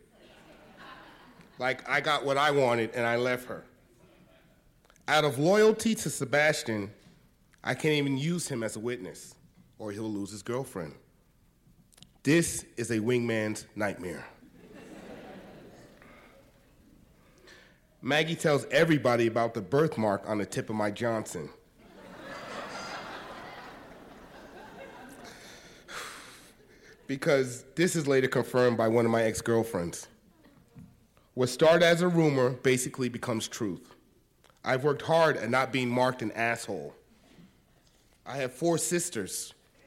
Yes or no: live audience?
yes